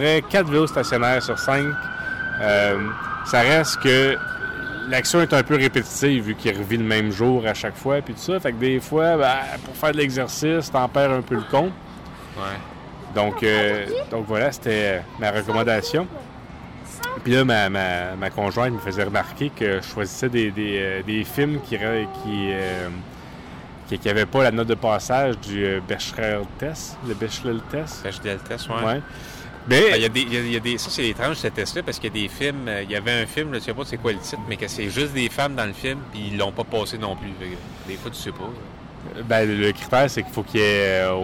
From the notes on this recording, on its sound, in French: Enregistré à Montréal (centre-ville). Segment 1 : À la Place-des-Arts - Segment 2 : Près du Boulevard René-Lévesque - Segment 3 : Au quartier chinois - Segment 4 : Au centre du Boulevard Robert-Bourassa - Segment 5 : Au Centre Bell - Segment 6 : Au Square Dorchester.